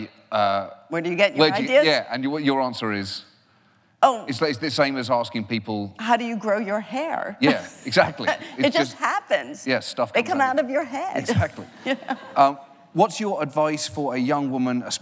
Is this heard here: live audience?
yes